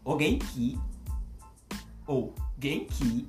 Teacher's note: Entonando essa pronúncia em forma de pergunta, ela se torna uma pergunta